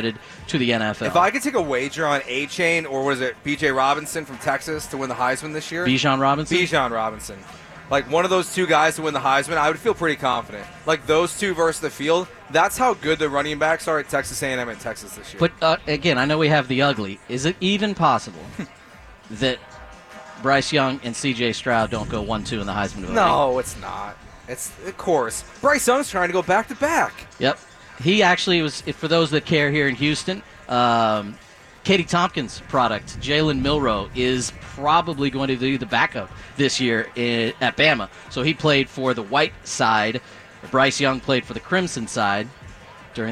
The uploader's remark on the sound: Live from Lucky's for the Astros home opener!